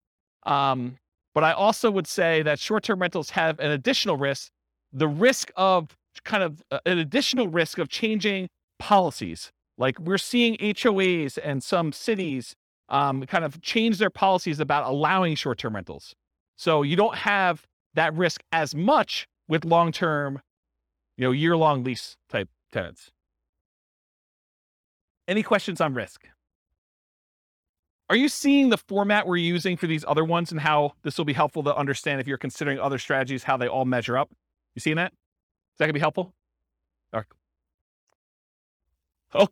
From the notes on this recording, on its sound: This was a live class recorded